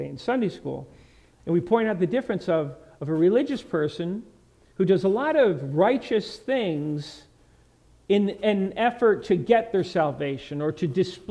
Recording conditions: large echoing room